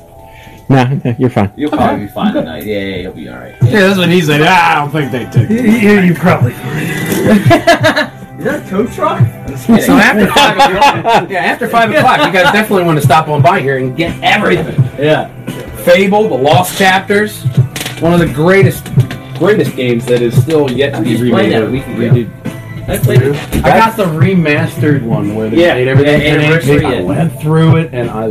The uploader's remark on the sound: Had a bit of audio troubles this week. Went live at the Game'n DVD Exchange on 23 East State Street Media, PA.